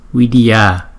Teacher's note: Còn Vidya, chữ A này chúng ta đọc hơi dài một chút.